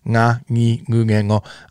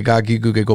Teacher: you might hear them with a little bit more nasal sound · Shown in: first take · Na, ni, gu, ge, go.